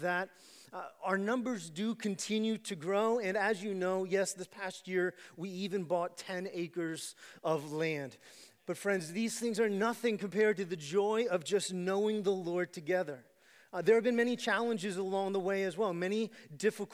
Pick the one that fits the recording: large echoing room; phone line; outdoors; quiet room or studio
large echoing room